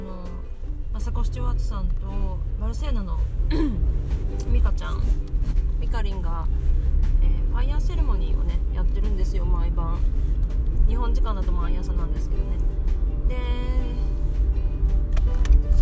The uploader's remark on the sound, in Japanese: マーケットに行く途中の車の中から配信しました